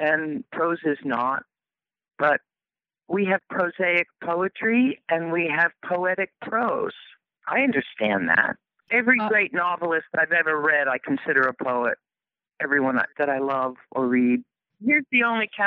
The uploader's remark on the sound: Conversation by telephone.